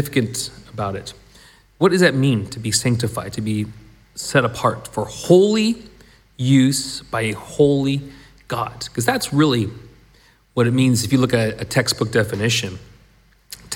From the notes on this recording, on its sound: This was recorded at the last Sunday meeting at the Shotts